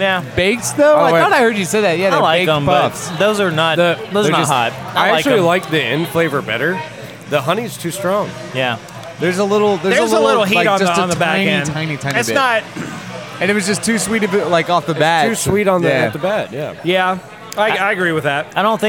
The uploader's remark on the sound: recorded at Rocky Mountain Pizza in Atlanta, GA!